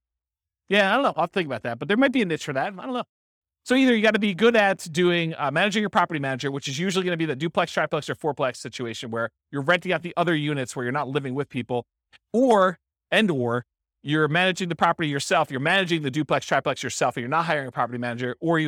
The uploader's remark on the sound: This was a live class recorded